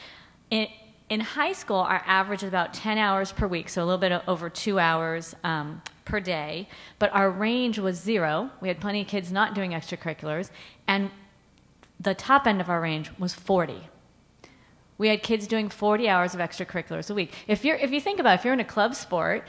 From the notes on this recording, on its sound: Respond to audience questions.